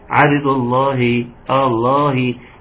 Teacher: ناخد بالنا من كسر الهاء لان ممكن ايه تطلع كسرة مش حقيقية كده